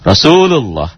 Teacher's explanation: Lafad Allah dibaca tebal, berbunyi o, kalau sebelum lafad Allah berbaris di atas.